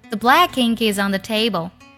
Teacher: Black ink 做连读。Ink is 做连读。Is on 做连读。